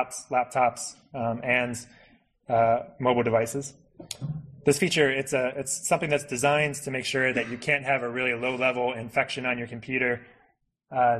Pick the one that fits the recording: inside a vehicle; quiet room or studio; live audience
live audience